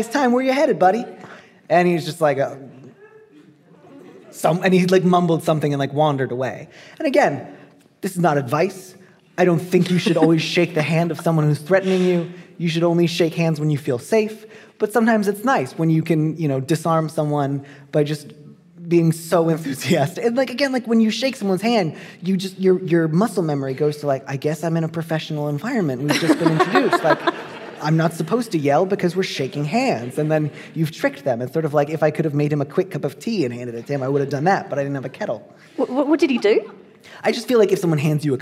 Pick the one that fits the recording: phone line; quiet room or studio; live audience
live audience